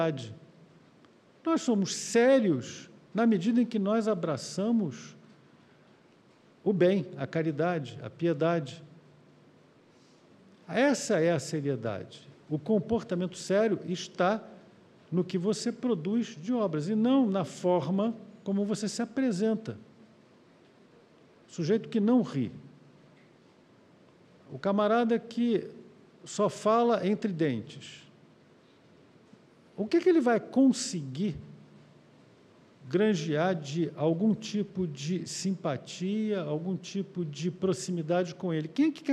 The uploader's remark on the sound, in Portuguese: Palestra ao Vivo